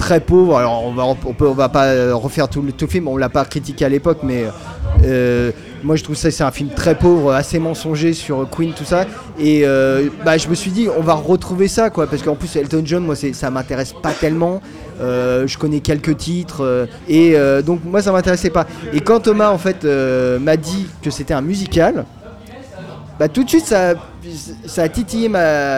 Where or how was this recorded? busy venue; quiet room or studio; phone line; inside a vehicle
busy venue